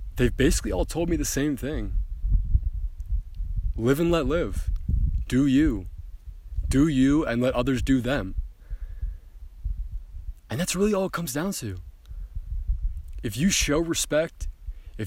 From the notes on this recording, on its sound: LIVE from the Grand Canyon.